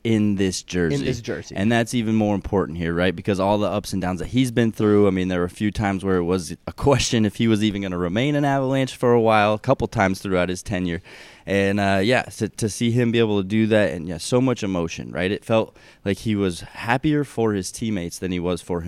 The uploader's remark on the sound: live from the media room at ice level of Amalie Arena